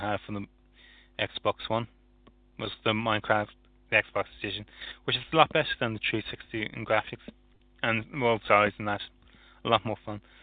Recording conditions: phone line